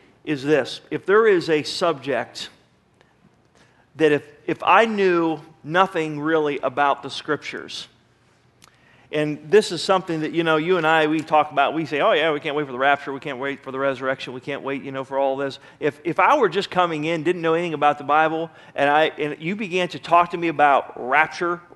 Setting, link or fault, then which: setting, large echoing room